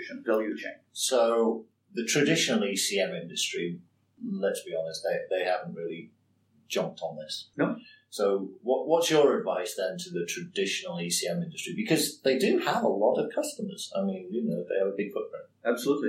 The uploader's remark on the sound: The Audio isn't great